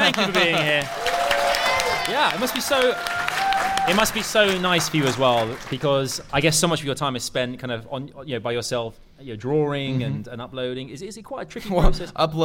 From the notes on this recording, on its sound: Live at VidCon London 2020. Captured live on stage at VidCon London 2020.